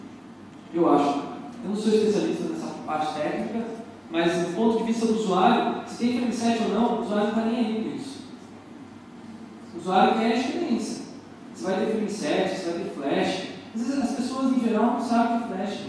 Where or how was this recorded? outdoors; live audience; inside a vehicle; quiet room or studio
live audience